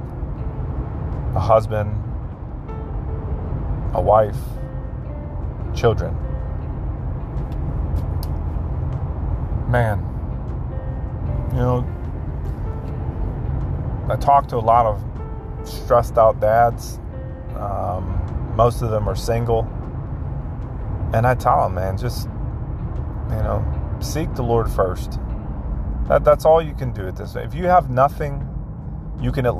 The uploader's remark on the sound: Just a reflection from a man driving home from work.